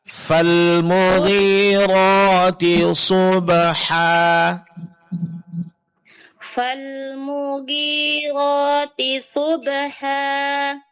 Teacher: Nah, jadi yang perlu diperhatikan di sini huruf fa. Fal fa pengucapannya disertai keluarnya sedikit angin.